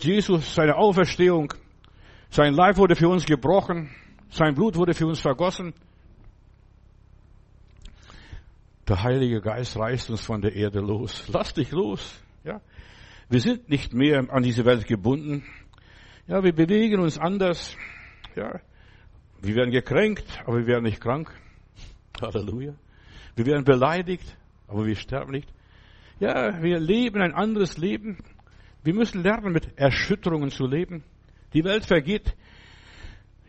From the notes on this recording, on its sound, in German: März 2024 im Gemeinde-Zentrum in Berlin aufgenommen.